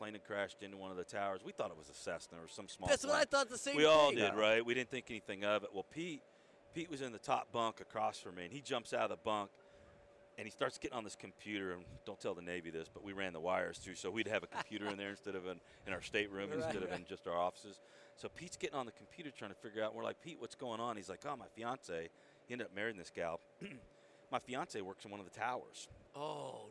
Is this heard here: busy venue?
yes